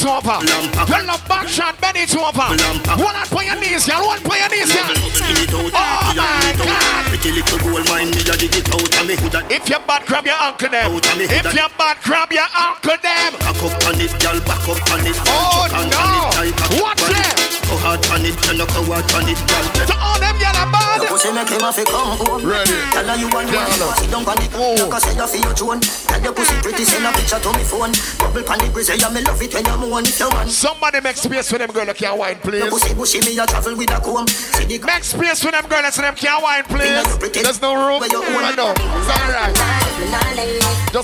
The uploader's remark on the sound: Tropical Fridayz 11/4/22 (LIVE AUDIO)